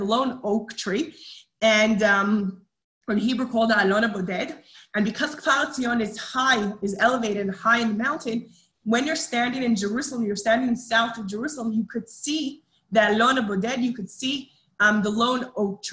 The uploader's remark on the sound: Zoom Class